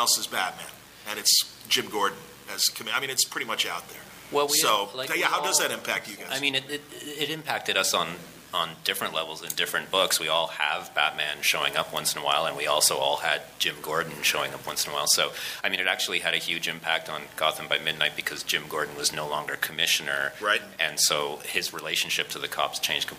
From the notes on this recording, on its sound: The Batman V Superman Panel from Cincy Comicon.